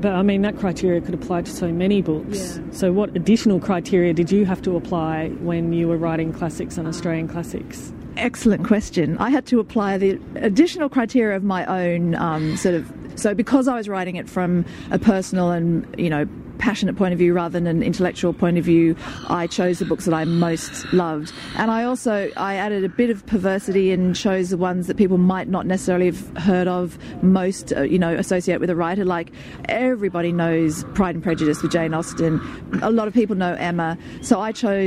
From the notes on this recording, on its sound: at the Sydney Writers’ Festival